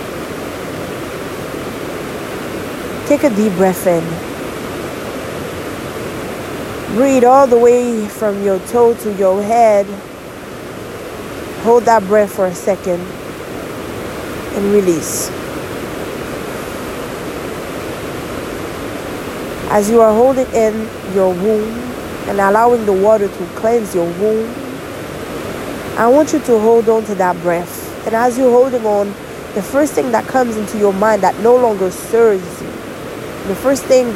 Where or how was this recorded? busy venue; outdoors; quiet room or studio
outdoors